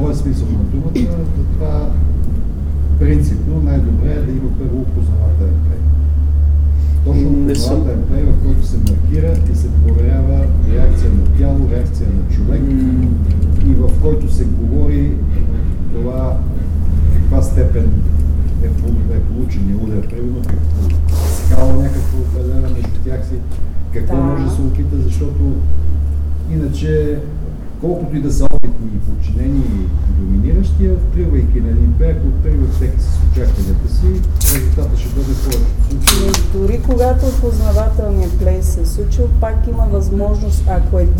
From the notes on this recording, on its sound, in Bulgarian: Запис на дискусионния панел в BDSM Unconference 2016.